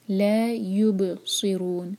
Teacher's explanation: با پر باؤنس کریں گے